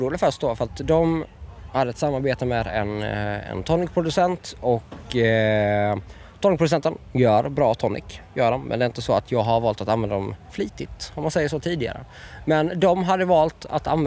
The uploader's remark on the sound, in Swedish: FESTIVALSPECIAL. Här i vimlet på Dylta Bruk.